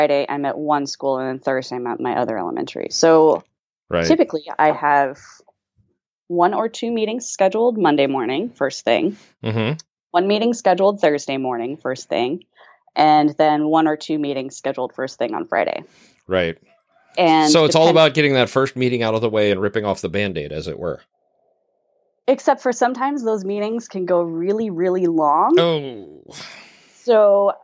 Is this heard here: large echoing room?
no